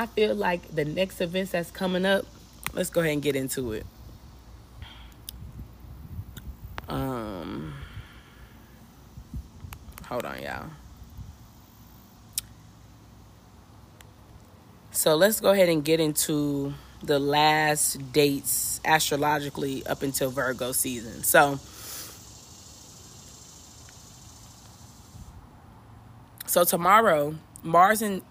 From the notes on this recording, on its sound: You Will Hear Wind at Times!